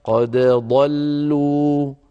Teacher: حرفان متقاربان وليسا من المثلين ولا من المتجانسين، فحفص رحمه الله رواها قد ضلوا بإظهار الدال عند الضاد